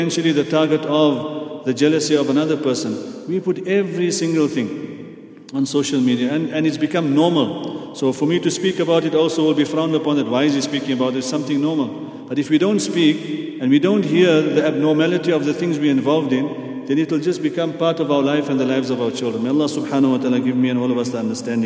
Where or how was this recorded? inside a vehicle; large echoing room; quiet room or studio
large echoing room